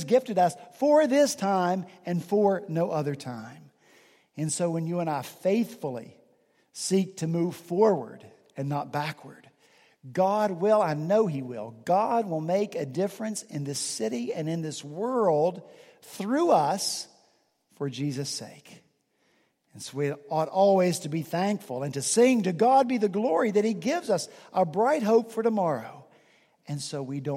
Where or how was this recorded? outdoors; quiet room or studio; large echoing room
large echoing room